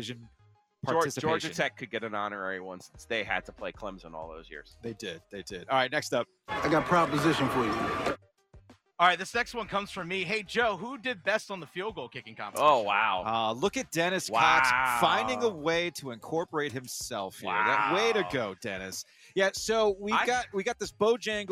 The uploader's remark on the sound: Live From ACC Fan Fest In Charlotte. Live from Fan Fest outside of Bank Of America Stadium in Charlotte ahead of the ACC Championship game.